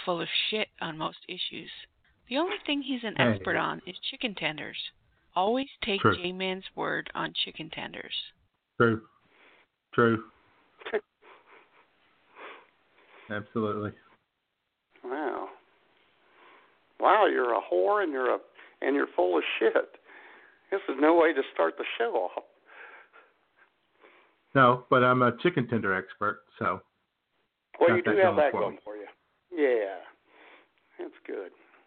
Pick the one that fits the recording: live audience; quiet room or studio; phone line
phone line